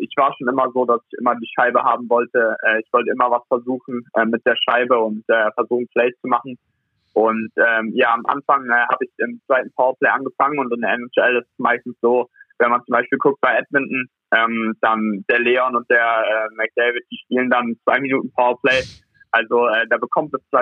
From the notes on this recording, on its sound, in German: Am Telefon melden sich. Aus seiner Eishockey-WG in Ottawa.